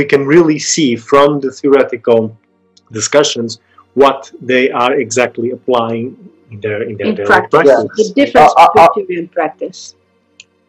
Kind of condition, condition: fault, poor sound quality